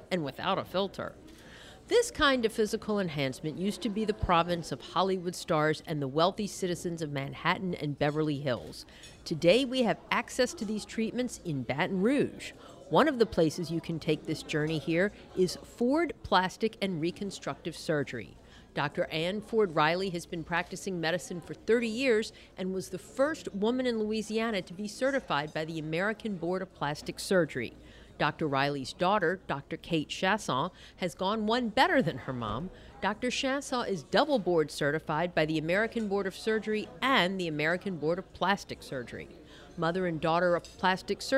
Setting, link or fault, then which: setting, busy venue